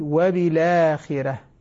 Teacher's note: ورش ينقل حركة الهمزة إلى الساكن قبلها ويسقط الهمزة · Term: النقل